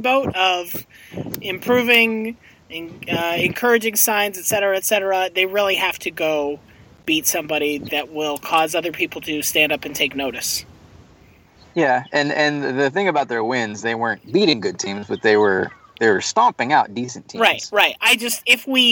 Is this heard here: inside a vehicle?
yes